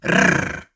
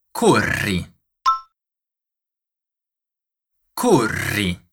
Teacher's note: L'altra parola interessante per la pronuncia è corri, che come si può osservare possiede ben due R che devono essere pronunciate in modo vibrante con la lingua che sbatte contro il palato, così. Rrr.